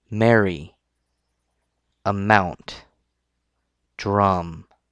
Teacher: These three sounds are mostly made with the nasal pathway. That means mostly made with the nose. For M, press the lips together and make a sound blowing air out of the nose.